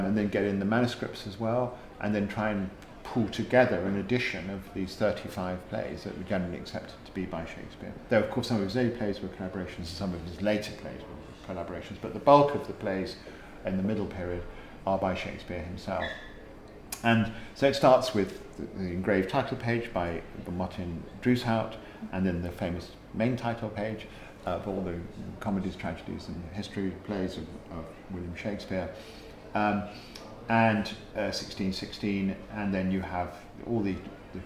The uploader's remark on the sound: We recorded this podcast at The Lord Strange pub. Another one of Prescot’s gems The Lord Strange is a comfy cozy pub.